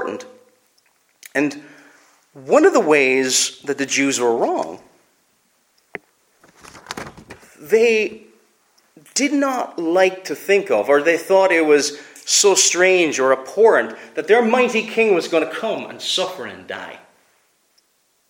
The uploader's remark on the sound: Preached at Bailiesmills Reformed Presbyterian Church